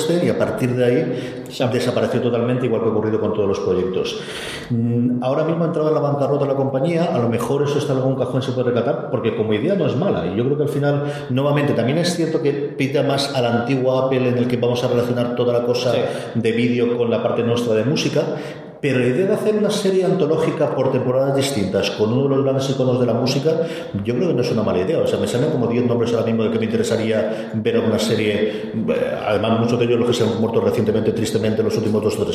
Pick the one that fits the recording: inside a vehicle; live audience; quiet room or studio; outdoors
live audience